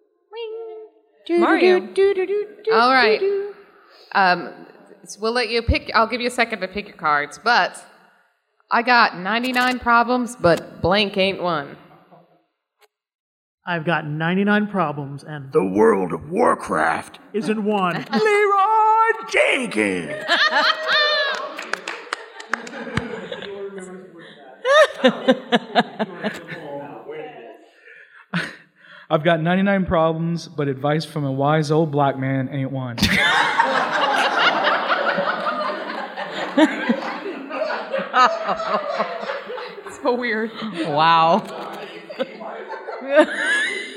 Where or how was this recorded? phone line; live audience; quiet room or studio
live audience